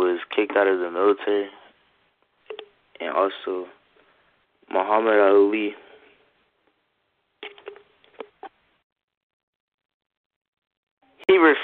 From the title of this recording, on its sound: Conference Call